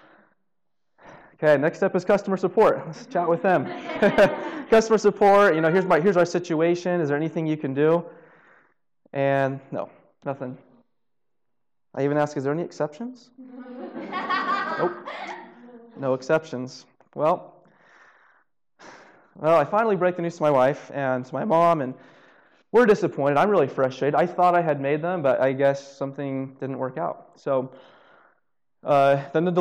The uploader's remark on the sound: Live Storytelling Show. The recording quality is not super great, but at least it's a taste of being at the live show.